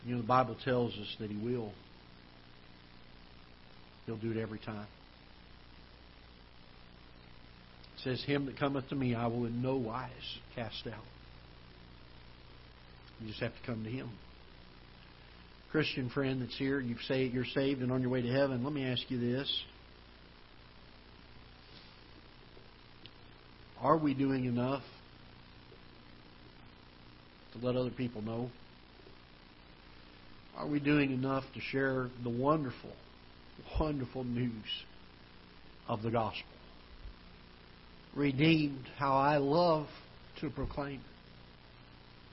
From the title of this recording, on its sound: Ketha Heights Baptist Church ~ Live Broadcast